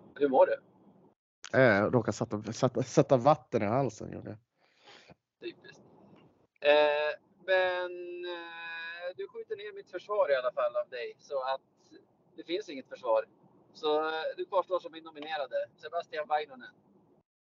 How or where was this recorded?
inside a vehicle